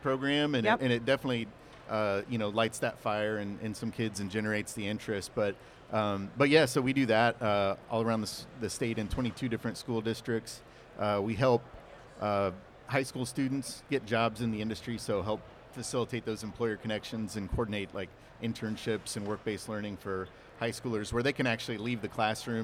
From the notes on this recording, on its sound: LIVE from The WWETT Show 2024.